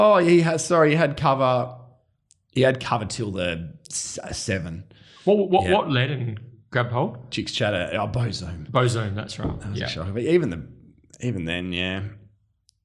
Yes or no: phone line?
no